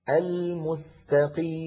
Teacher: الميم الأخيرة أيضا حرف بين الرخو والشديد، زمنه يساوي زمن ما تقدمه من الميمات والنونات واللامات.